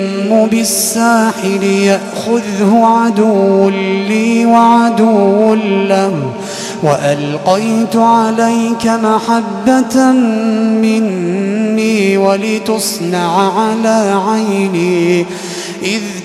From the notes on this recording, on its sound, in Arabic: تسجيلات من صلاة التراويح لشهر رمضان عام 2016.